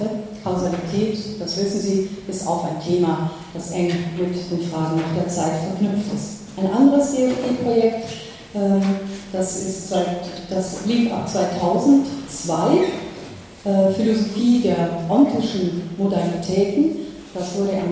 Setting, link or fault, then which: setting, large echoing room